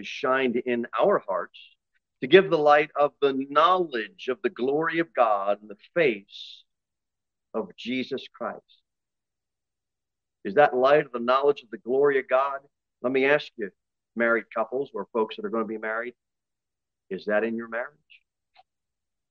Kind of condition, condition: setting, large echoing room